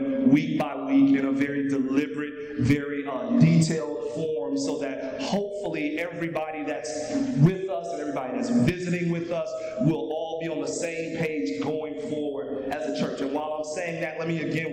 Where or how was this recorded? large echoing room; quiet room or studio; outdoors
large echoing room